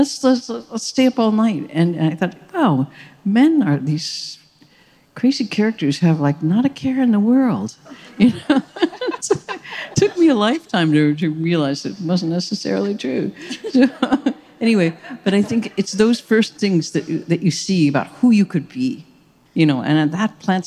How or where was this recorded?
live audience